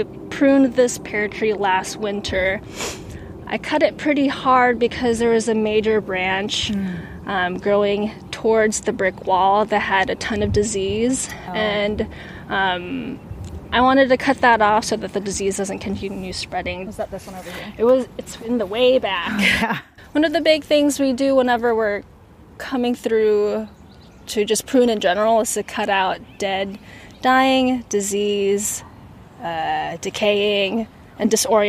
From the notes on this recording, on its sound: Soak in the sounds of seasonal transition as the Garden begins to bloom.